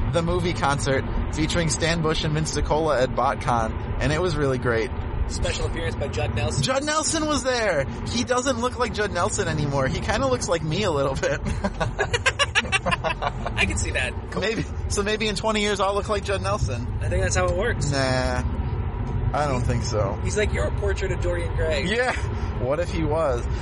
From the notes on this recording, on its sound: Had a couple pretty long car rides to and from Bloomington, Indiana for the Combine this past weekend, so we thought we'd take advantage of them to create content.